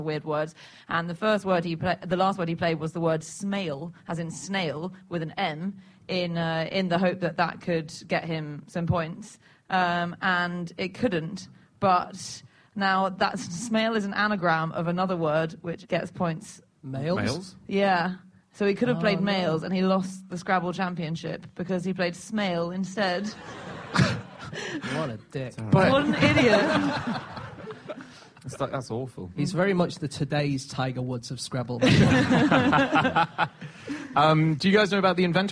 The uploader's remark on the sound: Live from The Edinburgh Festival